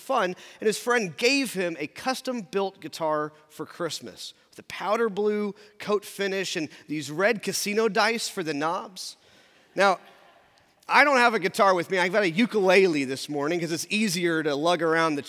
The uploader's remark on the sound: in our Traditional service at 10:50 in the Sanctuary